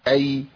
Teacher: انت عندك الياء الساكنة بنقف عليها بالسكون، احنا عندنا بنقف بالتسكين على طول، فبقى عندي ياء ايه؟ ياء ساكنة بعد فتح. تاخد زمن قد ايه؟ زمن بسيط قوي